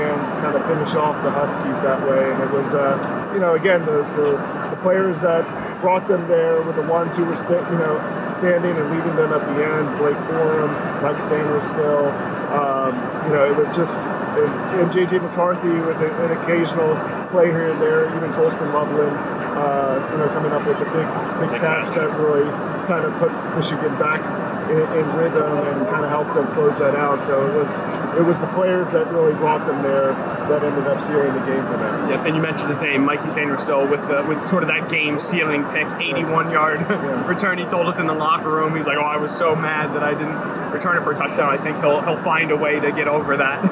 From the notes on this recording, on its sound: Immediately after the game. Met up on the field at NRG Stadium to record their instant reactions.